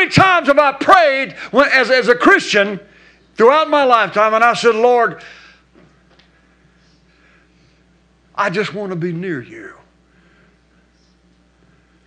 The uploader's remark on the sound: recorded at Household of Faith Church, Benton, Arkansas.